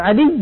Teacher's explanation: فإذا وقفنا على النون على الياء المشددة يجب أن تبقى الشدة موجودة